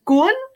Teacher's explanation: It's like a sharp upward intonation.